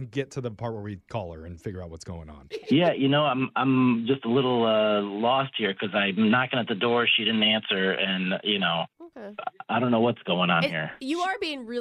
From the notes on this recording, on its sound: The guy on the phone today